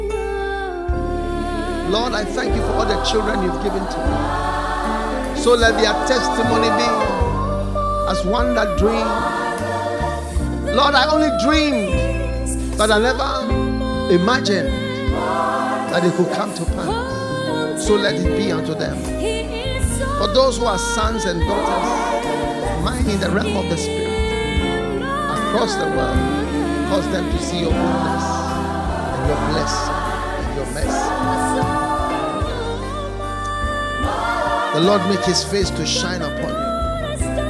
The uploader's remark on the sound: Preached at the FLOW Church Service.